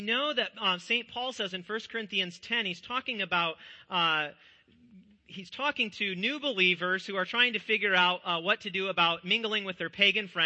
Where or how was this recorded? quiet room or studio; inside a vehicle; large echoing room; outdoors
large echoing room